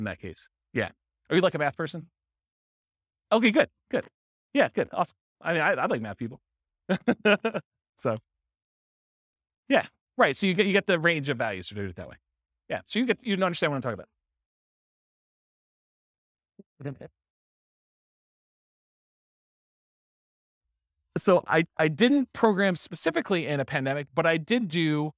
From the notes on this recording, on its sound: This was a live class recorded